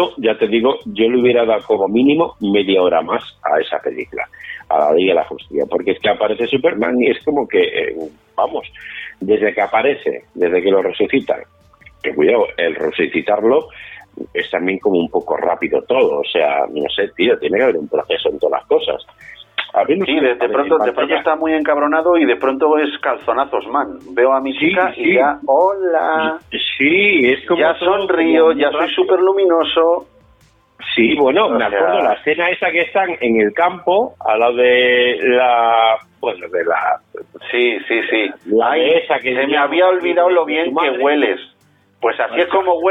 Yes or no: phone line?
yes